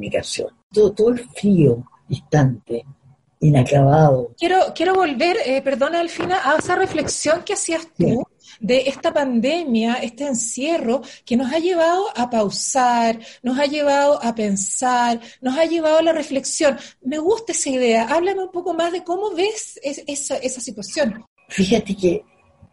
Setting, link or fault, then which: link, video call